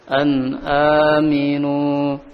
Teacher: Dibaca jelas nun sukunnya ketemu hamzah. · Term: Idhar pada hamzah